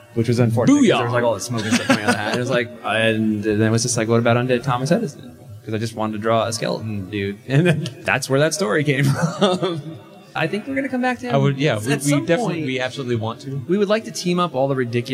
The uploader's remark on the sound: Live from HeroesCon 2013, it’s Atomic Robo Nuts & Bolts! In front of a live crowd in Charlotte, NC for the first time. (This also explains why it sounds like were in a gymnasium, there was a lot of slap-back in that tiny room.)